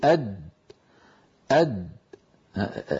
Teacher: ينطق حرف الدال ساكنة من غير قلقلة